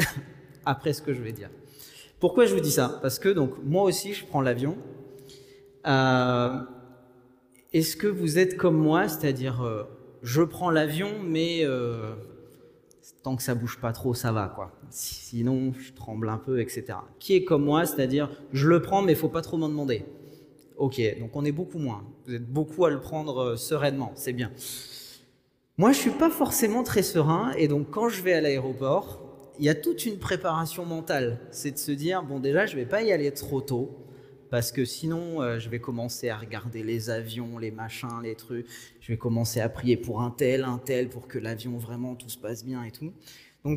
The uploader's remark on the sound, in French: Enregistré à l'église CVV, le 06/06/2021